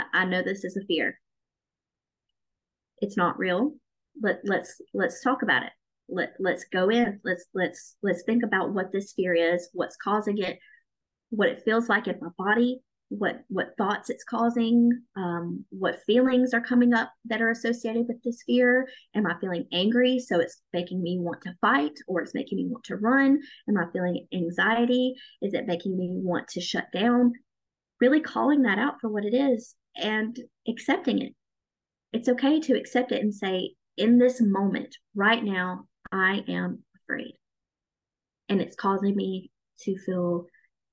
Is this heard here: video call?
yes